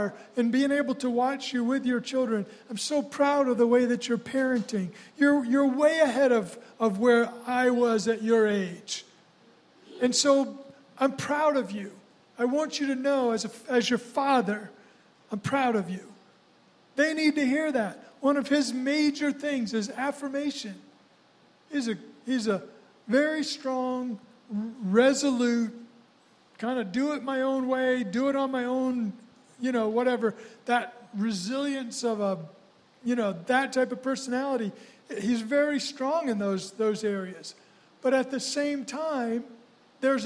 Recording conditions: large echoing room